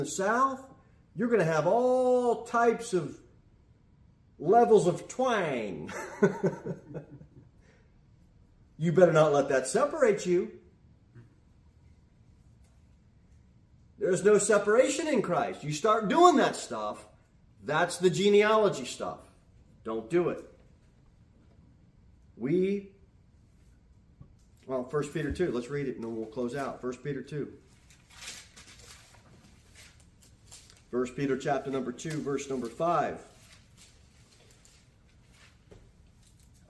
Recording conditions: large echoing room